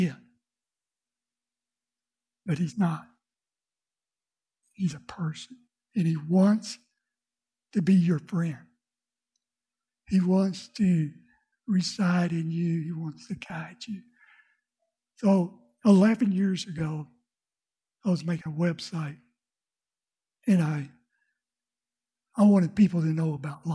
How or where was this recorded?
large echoing room